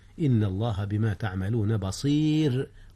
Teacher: رققت الراء لأن قبلها ياء وهي ساكنة.